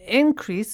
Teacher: increase here is a noun, so the stress is on the first syllable